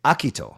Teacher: You could put the accent on the first syllable.